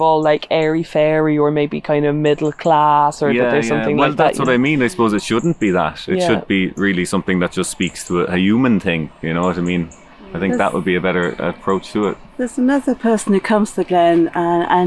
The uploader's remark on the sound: Sirens and blackbirds, ride-on mowers and collared doves. You’ll hear firm evidence both that you’re in a wonderfully secluded nature spot full of wildlife, and that you are in a busy city. Glen River Park is contradictory in nature, a kind of liminal space: a transit point between more and less built up parts of the Northside.